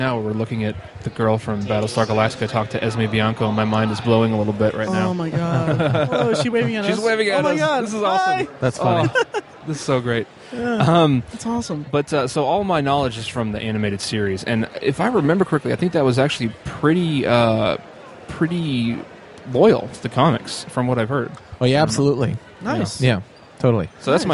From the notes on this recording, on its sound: Live at Indy PopCon 2014. Recorded live from our booth at Indy PopCon! We had some down time at Indy PopCon on Sunday.